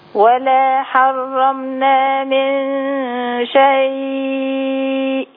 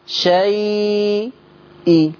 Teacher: لما تيجي تعملي الروم ما تعمليش سكتة بين الياء والهمزة · Shown in: first take · يعني ما تقوليش ايه شيء إيه.